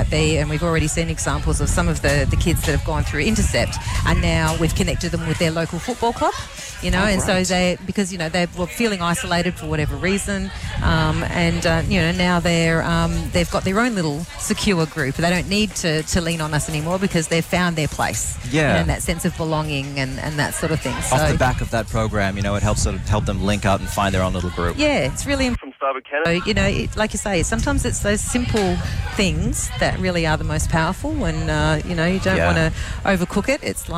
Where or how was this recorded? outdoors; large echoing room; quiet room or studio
outdoors